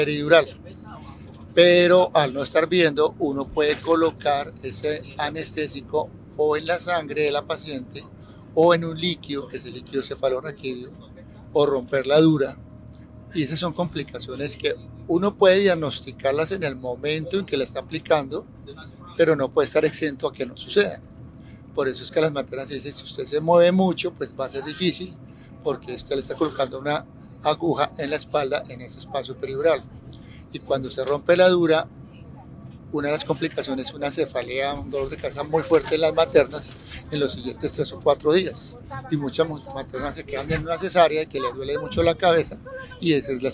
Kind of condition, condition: setting, inside a vehicle